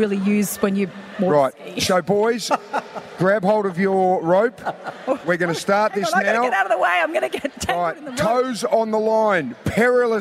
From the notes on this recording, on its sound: LIVE From The Playford Aquadome.